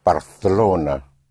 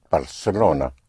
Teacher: the C in front of an E or I is pronounced like a TH in English · Shown in: first take · Term: Castilian Spanish